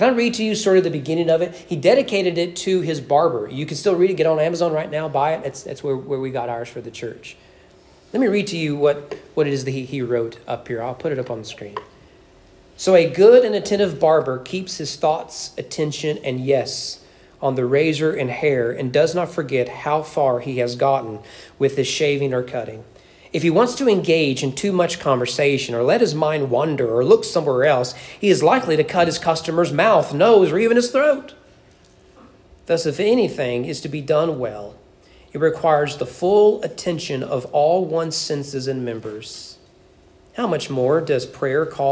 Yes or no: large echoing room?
yes